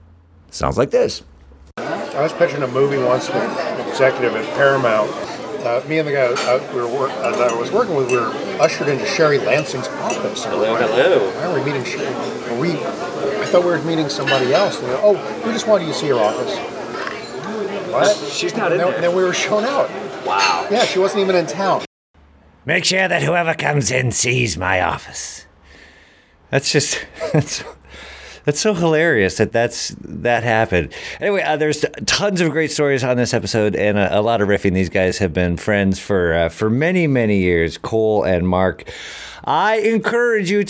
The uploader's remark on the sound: at Izzy’s Deli in Santa Monica